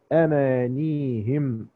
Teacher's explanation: امانيهم بيقراها امانيهم الامام ابو جعفر بالتخفيف هكذا